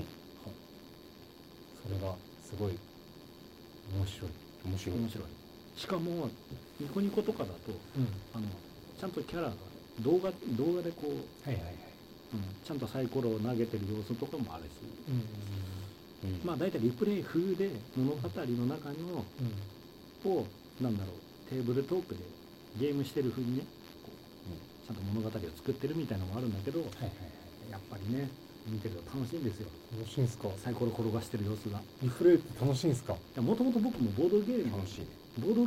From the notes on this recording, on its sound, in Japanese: 相変わらず音質が悪く申し訳ないです。次の収録から録音環境を調整します。